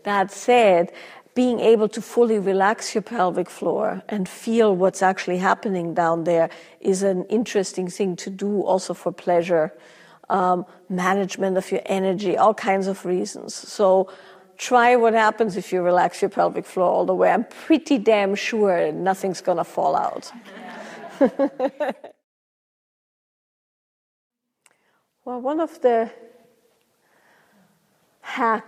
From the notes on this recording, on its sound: Q&A from a recent live event